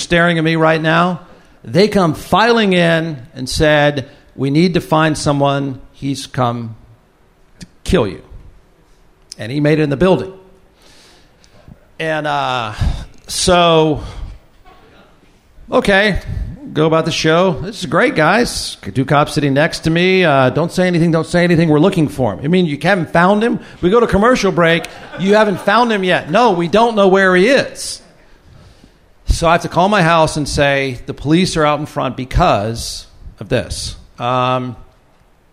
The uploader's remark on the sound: Audience Q&A (With Wine, Of Course). Live from Pedernales Station. Live event.